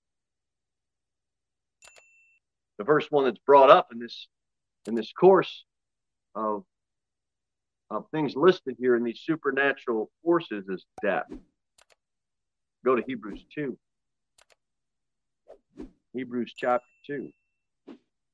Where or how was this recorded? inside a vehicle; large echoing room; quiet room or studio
large echoing room